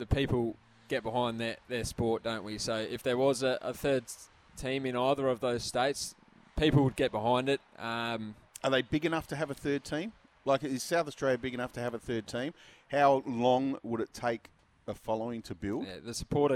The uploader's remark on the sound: on location at Solitaire Volkswagen in Medindie